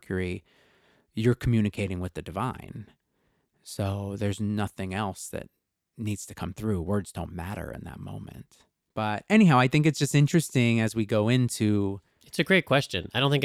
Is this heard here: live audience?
no